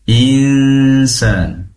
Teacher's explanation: Di situ ada nun sukun bertemu dengan sin, tentunya hukum bacanya adalah ikhfa hakiki. Pastikan dengungnya di dua tempat. Pertama di hidung, khoisyum. Yang kedua di makhrajnya huruf sin, yaitu ujung lidah.